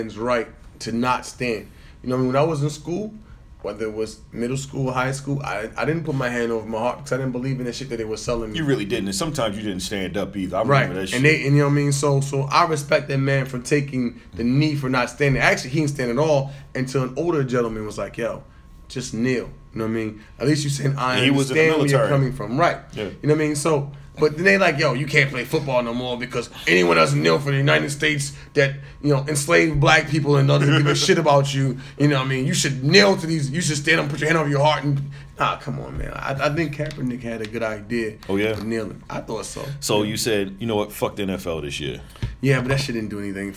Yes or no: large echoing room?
no